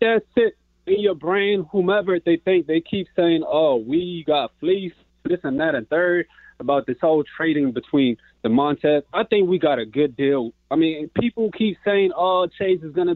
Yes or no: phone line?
yes